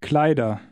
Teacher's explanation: Notice the pronunciation of the ER ending. The R is just suggested, not pronounced very clearly.